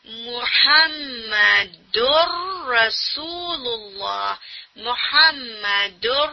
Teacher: دال کی جو تنوین ہے وہ را میں کمپلیٹ مرج ہو جا رہی ہے · Term: کمپلیٹ ادغام